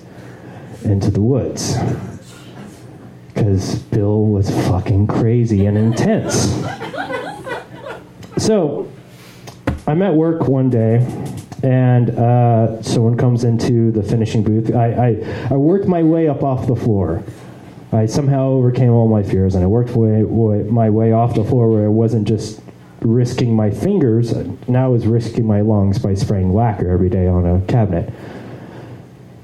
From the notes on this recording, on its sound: LIVE FROM GENUINE JOES